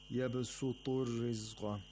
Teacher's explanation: the ra here in both riwayas of Warsh and Hafs are recited with تَرْقِيق because the ra has a kasra.